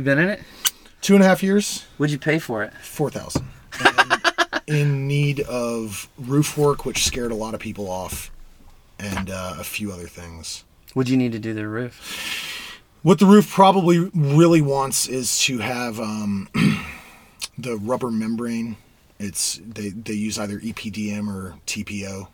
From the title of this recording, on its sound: from the van